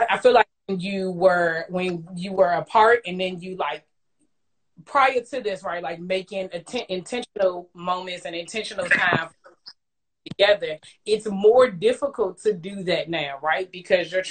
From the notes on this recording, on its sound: went LIVE with me on Instagram